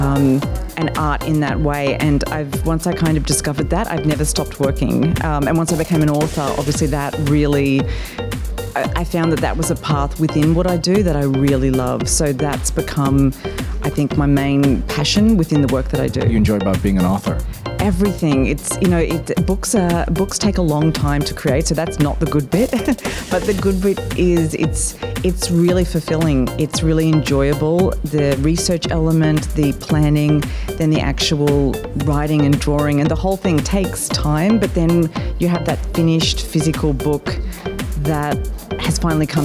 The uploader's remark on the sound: Live from SIBF 2022.